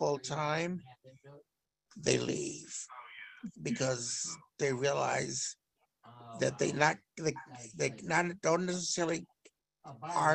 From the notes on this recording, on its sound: In this episode, we are sharing the audio from Consumer Voice’s webinar that was part of the “Dignity for All: Staffing Standards Now!” campaign.